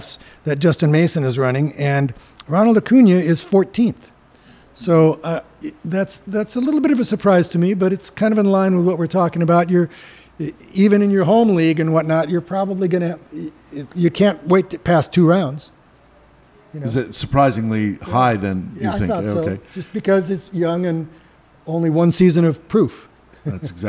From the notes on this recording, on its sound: SPECIAL EDITION Live at First Pitch Arizona